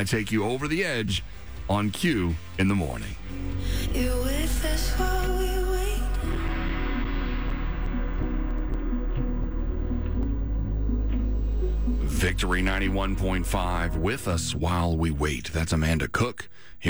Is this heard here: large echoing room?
no